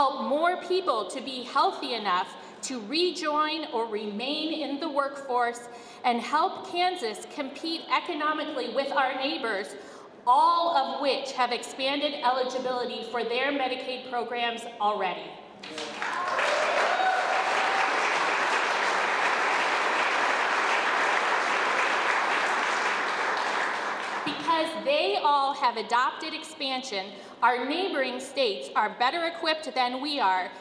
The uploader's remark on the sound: the full audio from the Rally for KanCare Expansion held March 15, 2023